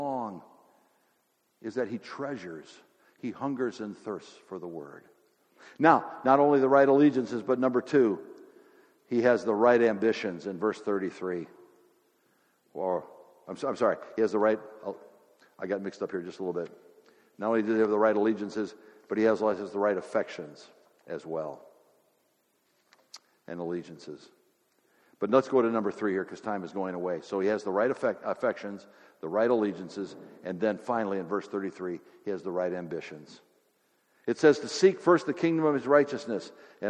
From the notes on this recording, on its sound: Sermon audio from FIBC Copenhagen, from Sunday, May 1, 2016.